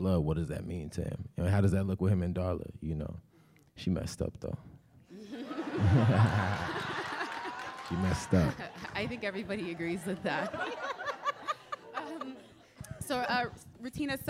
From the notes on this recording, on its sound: live from the ATX Festival!